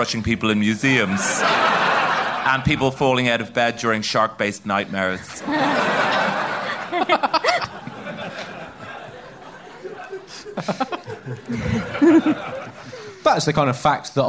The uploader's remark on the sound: a live show from Batmania